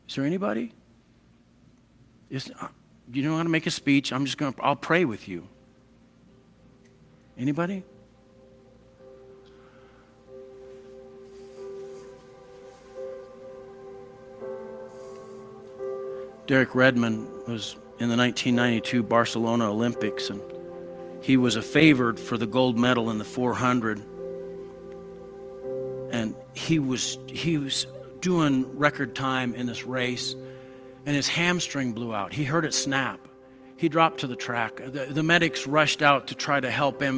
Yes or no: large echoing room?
yes